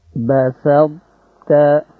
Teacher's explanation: Ini dibaca idgham naqis, jadi ta-nya enggak nampak. Basabta, qalqalahnya, qalqalahnya tidak terdengar.